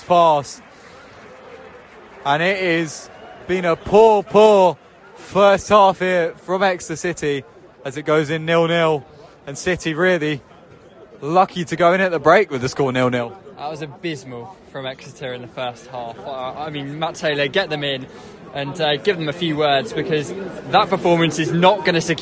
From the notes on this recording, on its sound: commentary from St James' Park